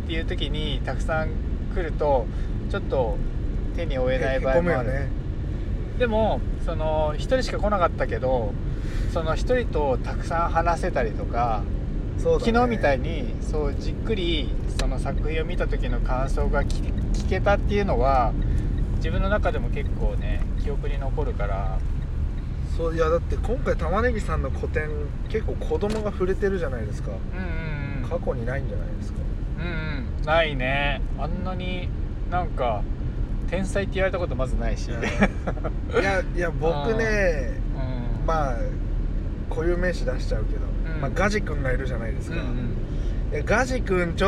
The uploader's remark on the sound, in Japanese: ドライブで、無駄なはなし